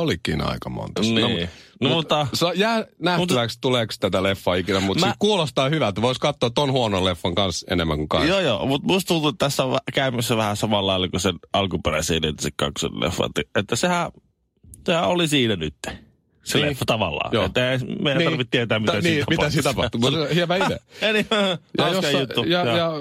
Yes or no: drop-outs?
no